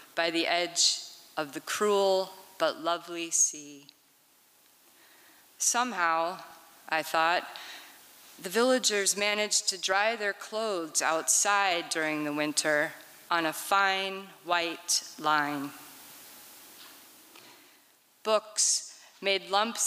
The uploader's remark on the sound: This recording was made on Saturday, February 25th, 2023, at the Liberty Theatre in Astoria, OR as part of the FisherPoetry Archive Project.